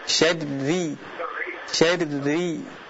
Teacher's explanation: Huruf ra sifatnya dia ketika kasrah maka tipis, tertik. Ya, ri walaupun bertasydid.